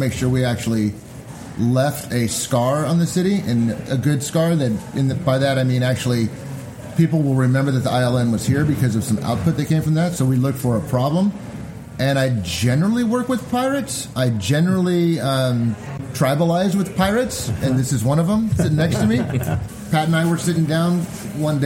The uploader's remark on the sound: Takes the show on the road for the Innovation Learning Network’s InPerson Meeting (absolutely not a conference) in Sacramento, California, hosted by The Shop at VSP.